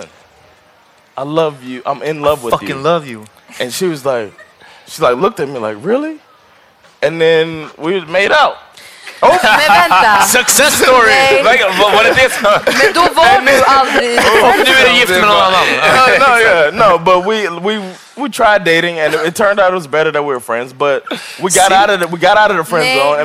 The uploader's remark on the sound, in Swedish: Live på Kulturhuset